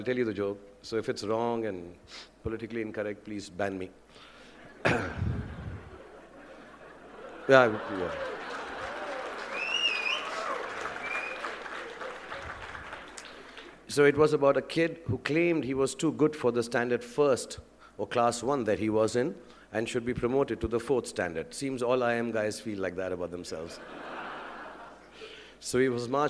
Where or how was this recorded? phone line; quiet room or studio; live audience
live audience